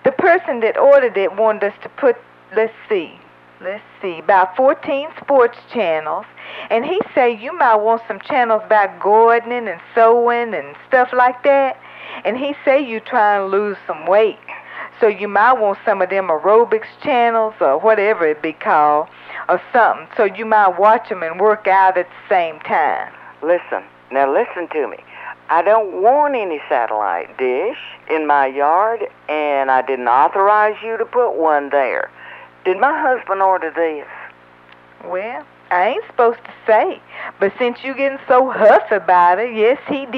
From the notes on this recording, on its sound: Personal Prank Phone Calls Collection